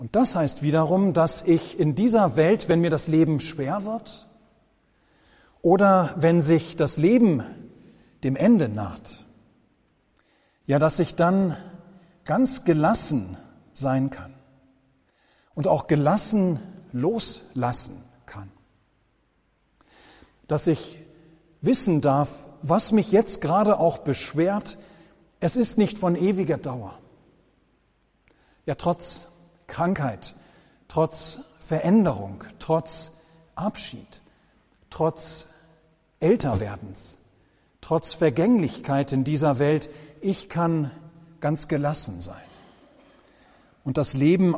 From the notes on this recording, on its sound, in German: Gottesdienst.